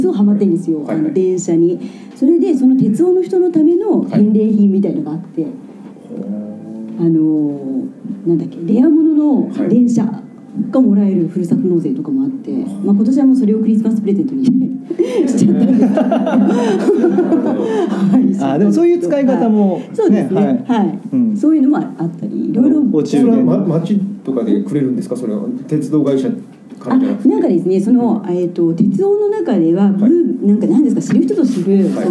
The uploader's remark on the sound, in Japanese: 出版記念トークイベント「税制優遇のおいしいいただき方」。2月25日に行われた出版記念トークイベント。